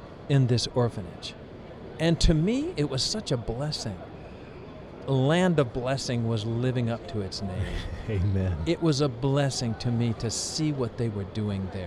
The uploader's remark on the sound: This episode was Streamed Live on location at ASI International Convention in Kansas City, Mo.